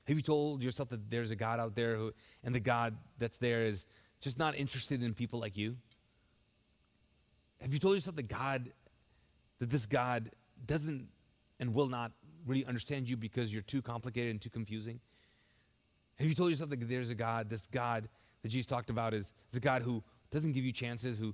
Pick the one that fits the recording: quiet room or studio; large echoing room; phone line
large echoing room